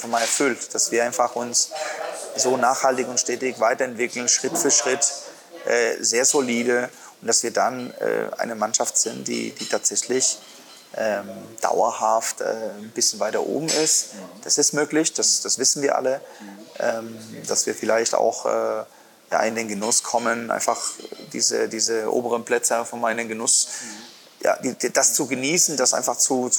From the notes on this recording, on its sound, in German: im Sportland Fitness in Erlangen aufgezeichnet